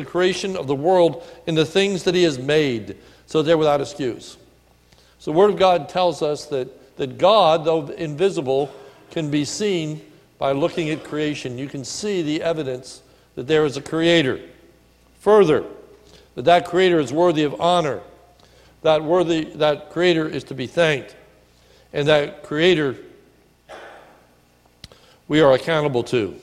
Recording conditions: large echoing room